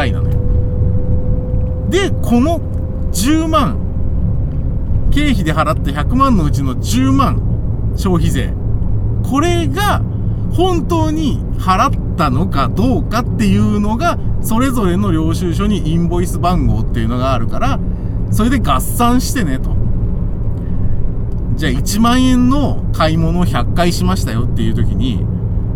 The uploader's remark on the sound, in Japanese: 君は助手席で眠っていて。ただ運転して、ただ話してるから。車の走行音と運転手の声を遠くに聞きながら。